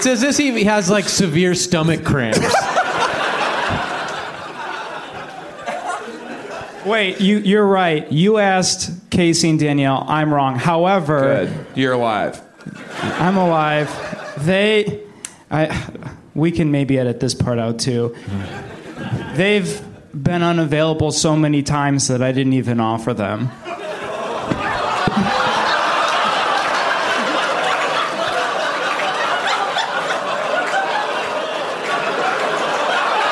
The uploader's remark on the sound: Live from Onionfest. Doing a live show in Chicago City.